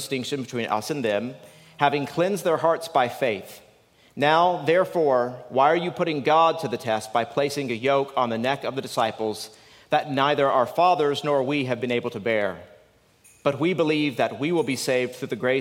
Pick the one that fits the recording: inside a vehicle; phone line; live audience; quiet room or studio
live audience